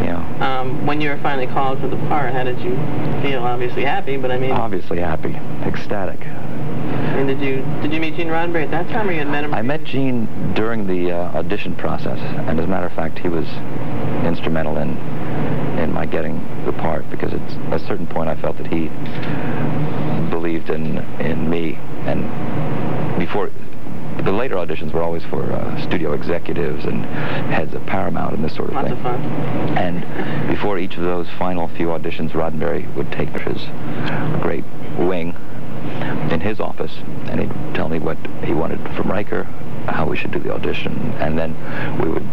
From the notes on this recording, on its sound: Sorry as the audio isn't the best. Interview is ripped from an audio cassette so only so much we could do.